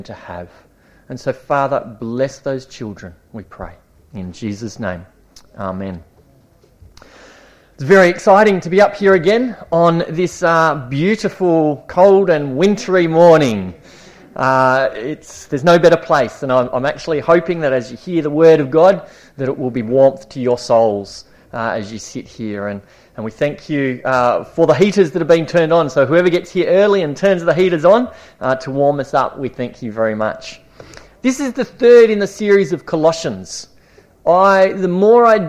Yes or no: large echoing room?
yes